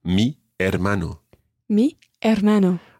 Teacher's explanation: Although it starts with an H, you don't pronounce the H. The H is always, always silent in Spanish.